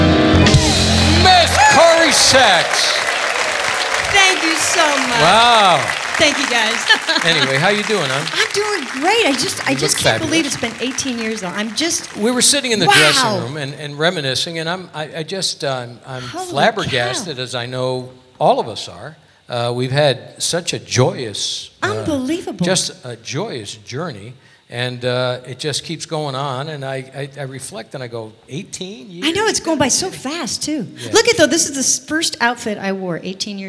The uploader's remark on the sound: Live at the SouthPoint Casino